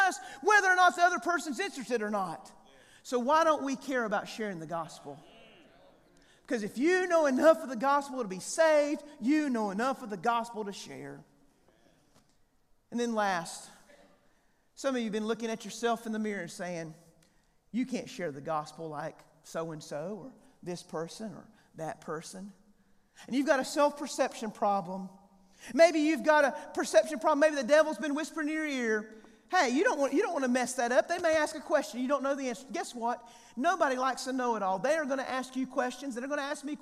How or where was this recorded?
live audience